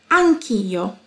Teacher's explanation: La parola anche si collega alla parola io e diventano nella pronuncia una sola. Anch'io. Ricordati della vocale A aperta.